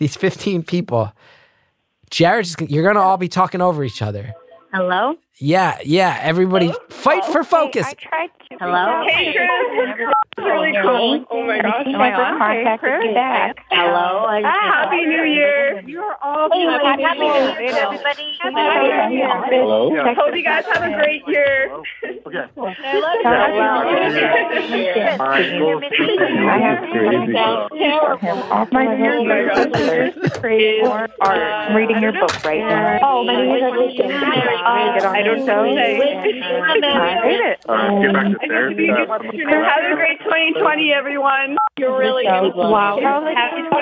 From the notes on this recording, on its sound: Listeners (including a surprising number of aspiring novelists) called in for a series of brief one minute calls